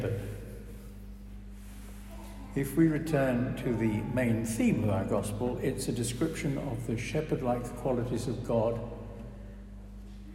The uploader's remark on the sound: preached at our service